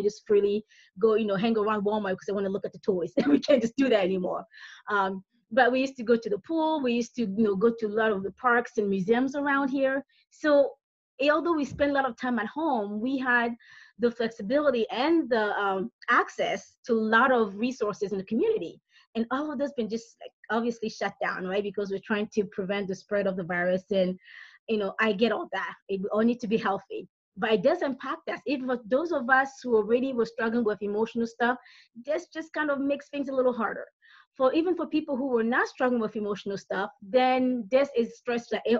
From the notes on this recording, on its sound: This is the audio recording of a webinar I held on 3/25/2020.